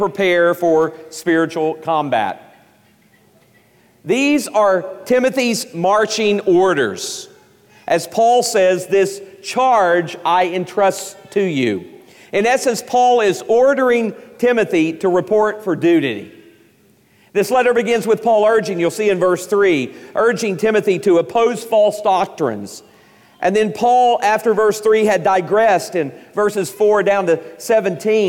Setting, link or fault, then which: setting, live audience